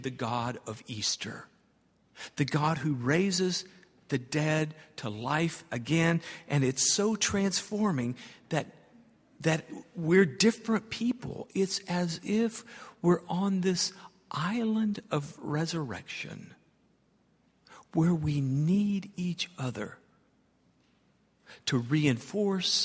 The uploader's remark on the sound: at Highland Baptist Church